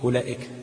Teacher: يبقى الواو دي ما بتنطقش لا وصلا ولا وقفا